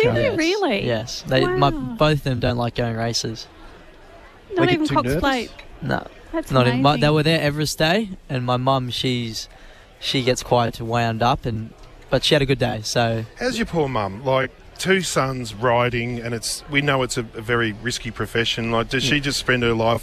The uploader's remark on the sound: Live from the Cox Plate barrier draw.